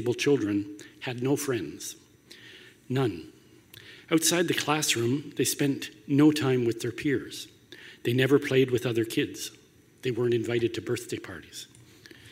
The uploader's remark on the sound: spoke at The Walrus Talks Healthy Cities in 2016 in Hamilton, Ontario